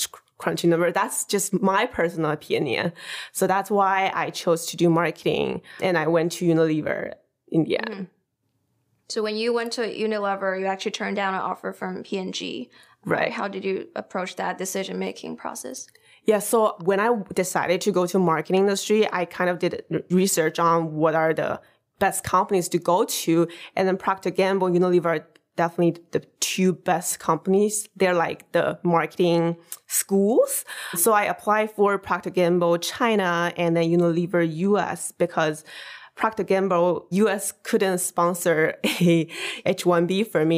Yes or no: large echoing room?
no